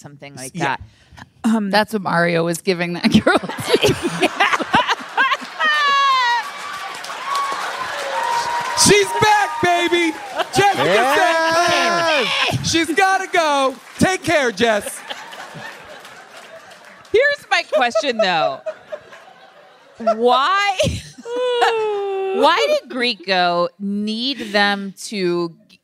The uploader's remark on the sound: Recorded LIVE from Largo in LA